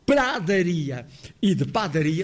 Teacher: E na norma brasileira, o pré-a pré-tónico soa a. Pelo que o primeiro a de pradaria e de padaria soa aberto